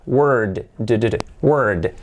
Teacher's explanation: alargándola un poquito por la D sonora